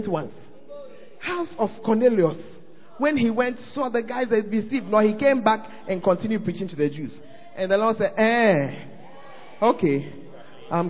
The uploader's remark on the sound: Preached At The First Love Center, Ayeduase